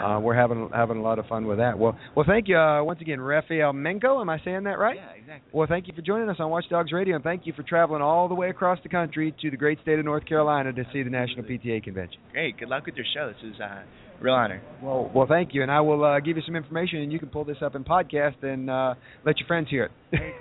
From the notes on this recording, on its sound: For the third consecutive year, WatchDOGS Radio will be broadcasting LIVE from the convention floor of the 2015 National PTA Convention. This year, the convention is in Charlotte, N.C. You never know who might walk by and wind up being a part of the WatchDOGS Radio show during our live broadcast.